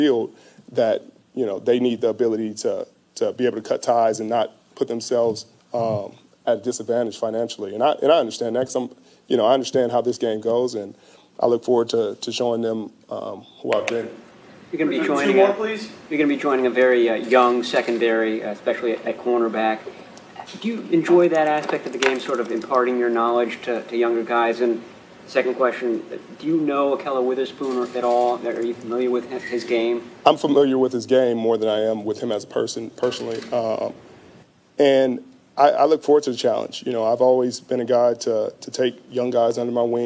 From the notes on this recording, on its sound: introductory press conference with the San Francisco 49ers